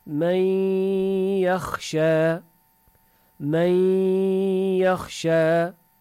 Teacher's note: nun sakine idgam oldu ya harfine. Ama gunnesi de kaldı. · Term: idgam bi gunne